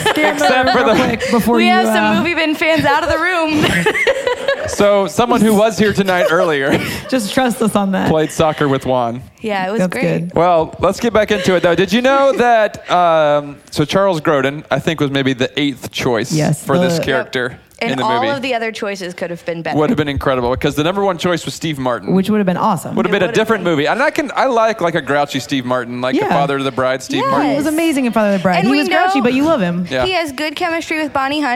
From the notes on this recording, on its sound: Close out season 1 in front a live audience.